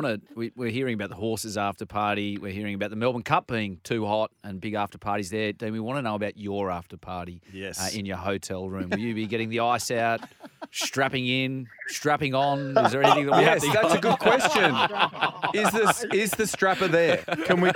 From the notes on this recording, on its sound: Wraps up the Race That Stops The Nation live from (almost) Flemington.